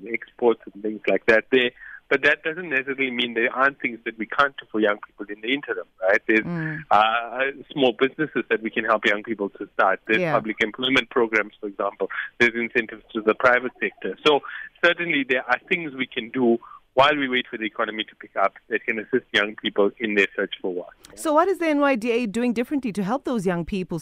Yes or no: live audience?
no